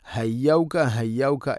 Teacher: ഇനി ഹയ്യൗക ഹ തൊണ്ടയുടെ മധ്യഭാഗം.